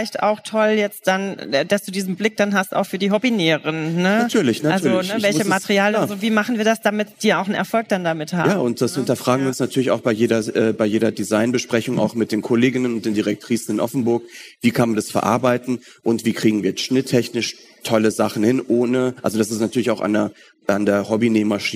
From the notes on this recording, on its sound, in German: live auf dem Talksofa der h+h cologne 2023